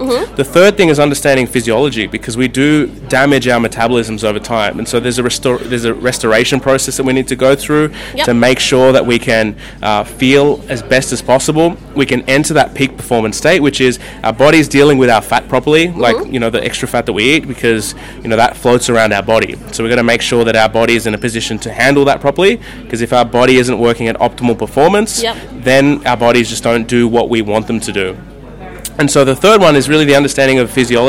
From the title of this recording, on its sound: RadioBabes LIVE at the International Millionaires Network Sydney